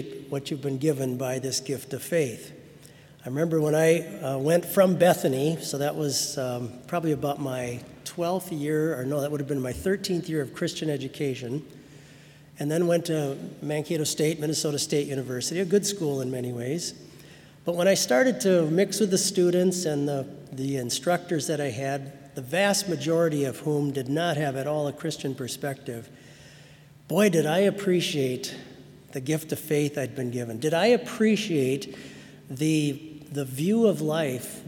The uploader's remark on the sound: Sermon from BLC Chapel